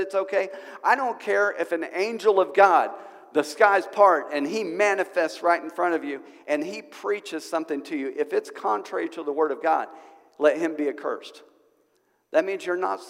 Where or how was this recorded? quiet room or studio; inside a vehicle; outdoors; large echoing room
large echoing room